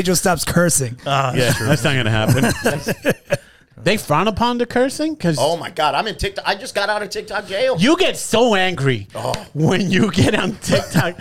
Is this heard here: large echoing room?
no